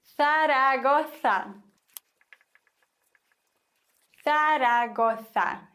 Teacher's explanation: das Z wird im Spanischen gelispelt